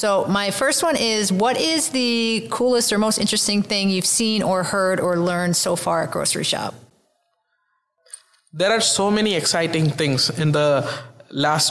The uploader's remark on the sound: Tech Transformation is once again on the road, this time recording from Groceryshop 2022 in Las Vegas.